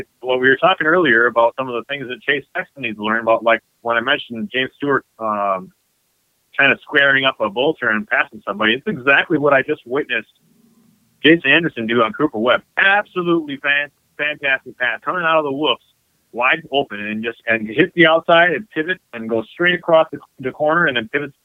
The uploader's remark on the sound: gets on the phone with friend of the show